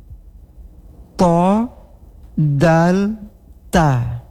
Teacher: Bagian ini terdapat di pangkal gusi atas, yaitu atas sentuhan ujung lidah, maka terbentuklah huruf di sini. · Term: makhraj al-lathwiyah